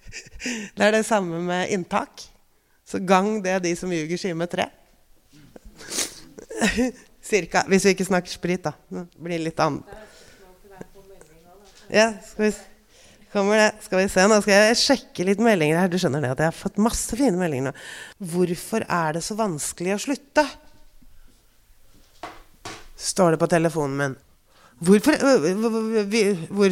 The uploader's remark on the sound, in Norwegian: LIVE FRA DOVREHALLEN.